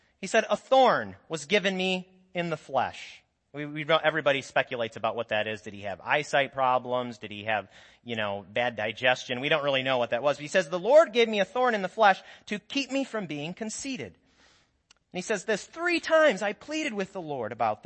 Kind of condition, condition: setting, large echoing room